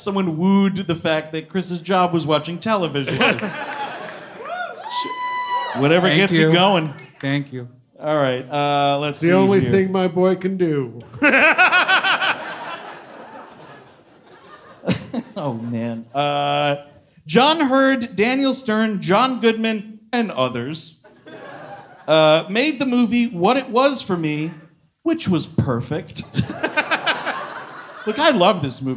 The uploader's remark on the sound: C.H.U.D. (Live in Brooklyn). The gang is live from the Bell House in Brooklyn. Live on stage.